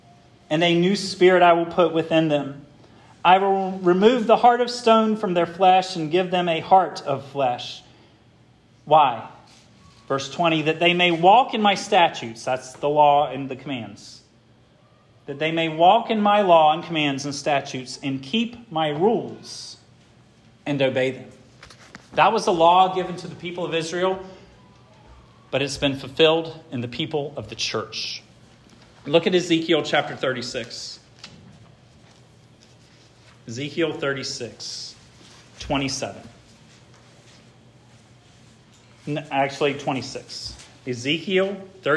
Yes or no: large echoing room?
yes